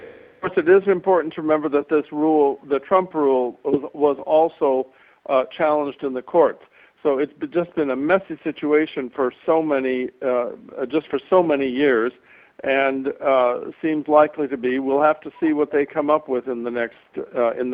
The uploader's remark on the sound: live from NAFB 2021